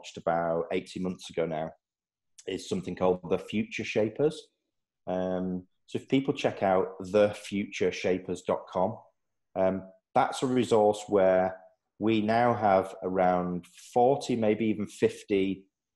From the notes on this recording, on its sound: Joined ProfileTree, using a Zoom video link.